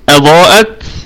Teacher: الضاد في أعلى درجات التفخيم وبقية الكلمة مرققة، وقلنا الهمزة محققة في البدء والوصل، وأتى بعد حرف الألف اللي هو المد همزة، فحكمه الوجوب، يبقى مد واجب متصل يمد بمقدار 4 أو 5 حركات من طريق الشاطبية.